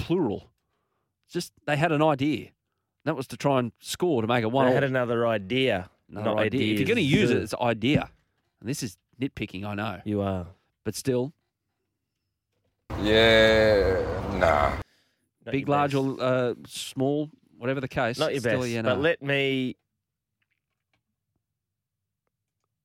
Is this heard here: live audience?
no